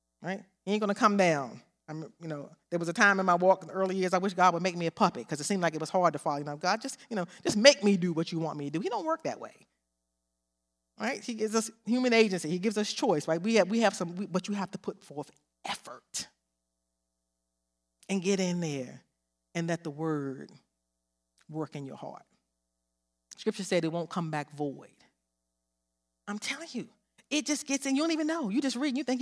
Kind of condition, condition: setting, large echoing room